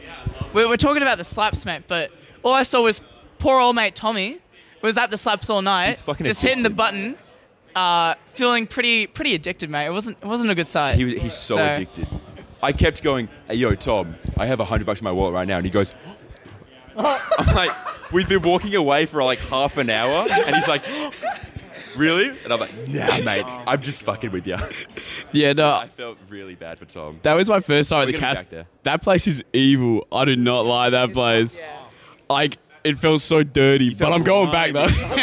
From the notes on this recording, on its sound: The fellas setup up a podcast at phantom. Funny goofs and gafs as people at the event walk in and out of the poddy, talking about whats happening at day 1 of Phantom 2022. The scuffed live format.